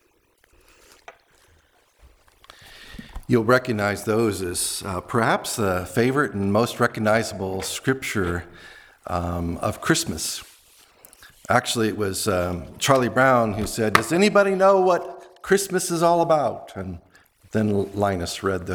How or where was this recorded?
large echoing room